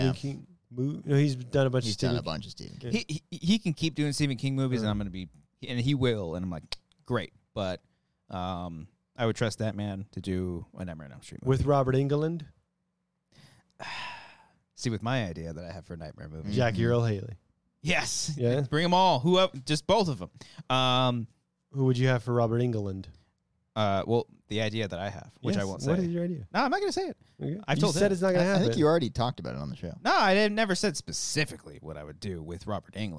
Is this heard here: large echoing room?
no